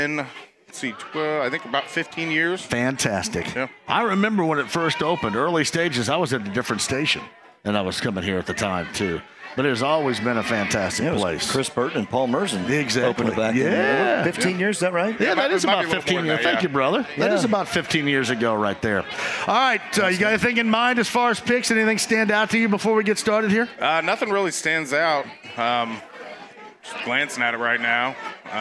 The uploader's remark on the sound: starts from Britton Tavern